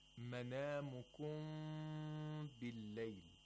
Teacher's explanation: you could hear that there is some space between the lips. The sound of m is not completely nasal. · Term: إِخْفَى of Mim Sakina